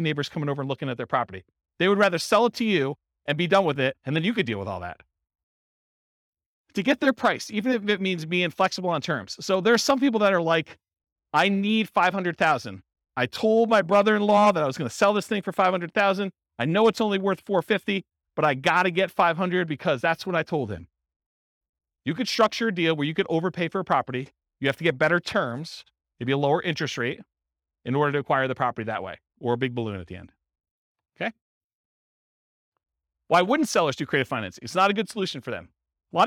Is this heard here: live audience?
yes